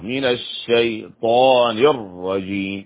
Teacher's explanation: لابد من الشدة في الشين وتؤتى بالطاء مفخمة